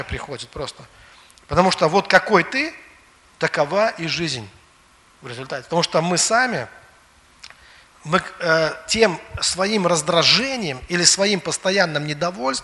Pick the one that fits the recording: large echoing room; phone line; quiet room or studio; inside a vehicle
large echoing room